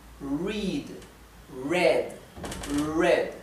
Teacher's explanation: la R inglesa no es una R dental como la del español, no es R, es R.